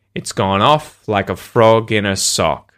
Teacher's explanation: the words we're stressing are the phrasal verb go off or gone off, frog, and sock.